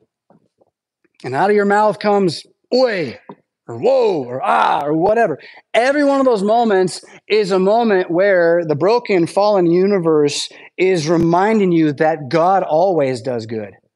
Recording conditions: large echoing room